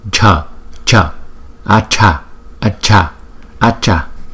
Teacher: Đọc cái hơi bật ra nhiều một chút